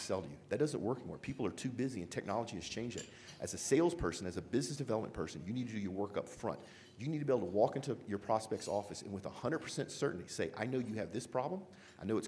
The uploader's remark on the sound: Live! from the Geoconvention Keynote. We are Live from 2017 Geoconvention in Calgary.